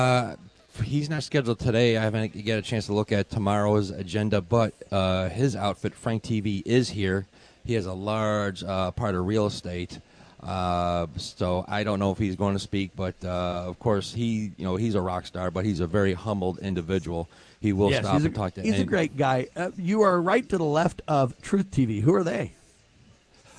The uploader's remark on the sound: Live From CPAC